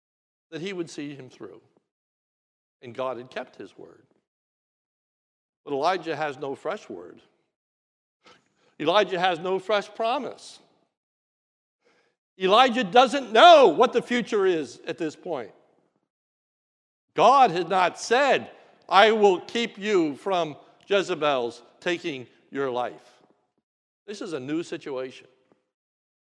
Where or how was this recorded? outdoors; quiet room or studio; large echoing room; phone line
large echoing room